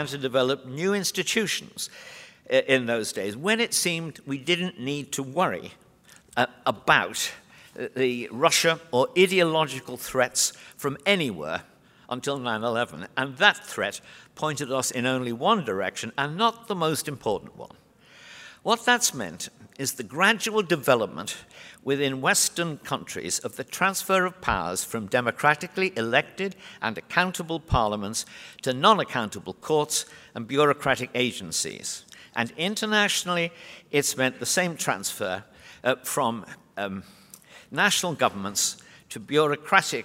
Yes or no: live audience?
yes